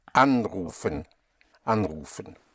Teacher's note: With the stress on an